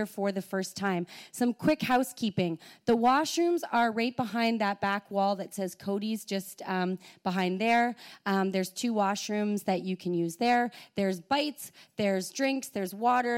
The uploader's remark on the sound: Go Live at The Guild. Our first live pod! Recorded at The Guild's event in Ottawa.